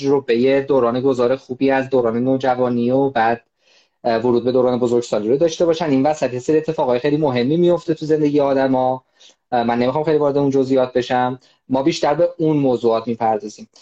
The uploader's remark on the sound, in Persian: فایل صوتی اینستالایو